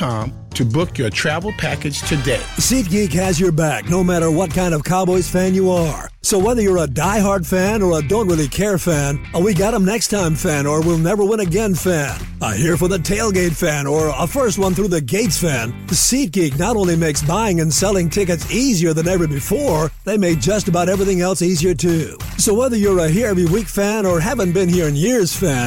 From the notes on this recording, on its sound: It’s a fun Friday with fan phone calls.